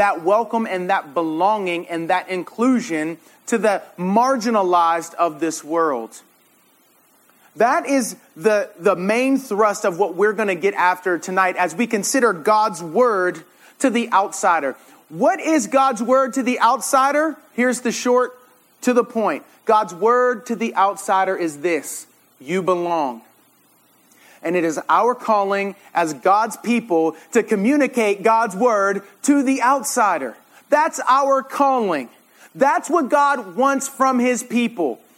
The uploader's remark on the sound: This sermon was preached at RUF summer conference in 2017.